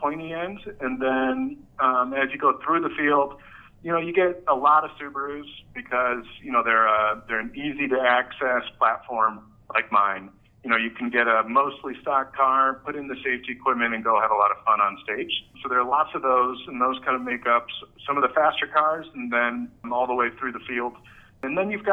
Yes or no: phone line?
yes